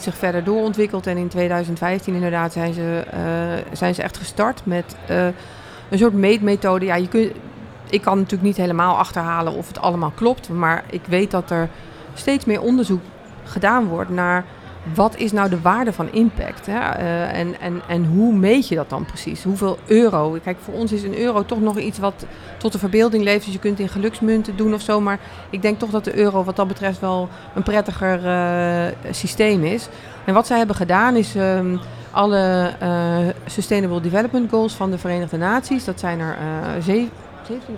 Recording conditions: busy venue